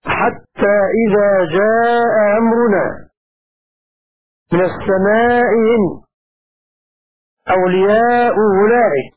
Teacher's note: قرأ أبو جعفر بتسهيل همزة الثانية في المتفقتين